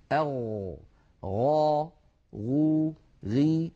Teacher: أولا الغين مجهورة، والغين رخوة، والغين مستعلية، وكما أنها منفتحة. أما الصفات التي لا ضد لها فلا تتصف الغين بشيء من ذلك. · Term: حرف الغين